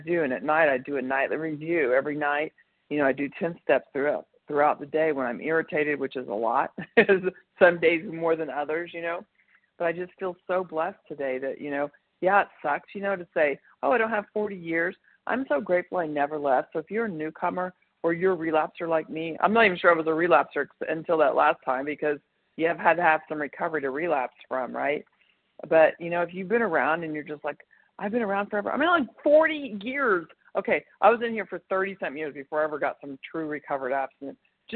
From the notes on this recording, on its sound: 100 Pounders Phone Meeting